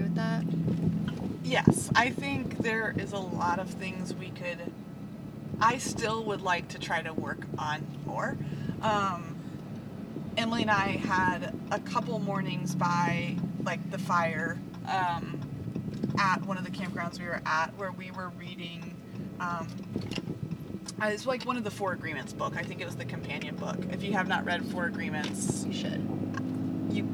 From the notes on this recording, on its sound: We apologize for the background hum! We won't do anymore podcast in the car!